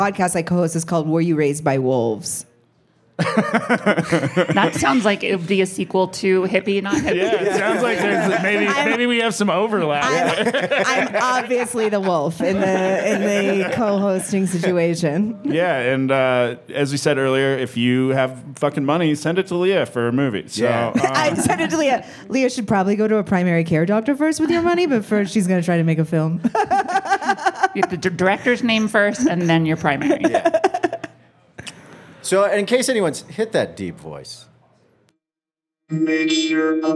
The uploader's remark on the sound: live at the Vail Comedy Festival